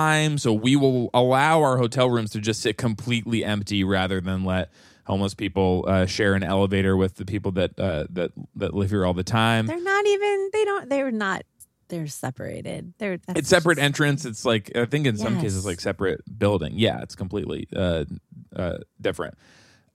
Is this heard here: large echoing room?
no